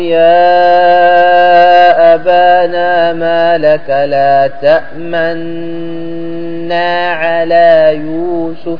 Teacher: تأمننا، لكن فيها عادة حاجة ما يقرأها بعض الناس أو ما يأتي بها، هي ما يسمى بالإشمام. الإشمام عبارة عن ضم الشفتين عند النطق بالنون